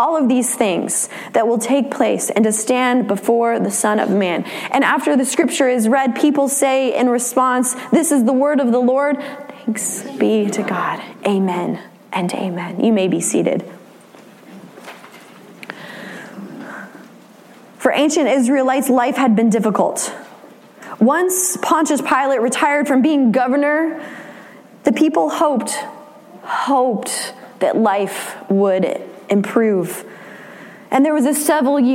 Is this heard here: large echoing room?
yes